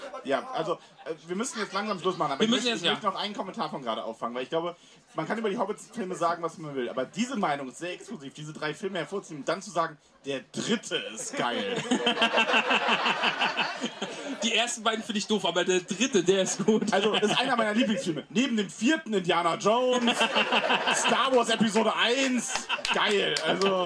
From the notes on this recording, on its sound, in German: Tollkühn LIVE von den Tolkien Tagen 2023. Da dies eine Live Aufnahme war bitten wir etwaige Qualitätsunterschiede zu entschuldigen. Danke nochmal an die zahlreichen Gäste die fast das Radagast Zelt gesprengt hätten.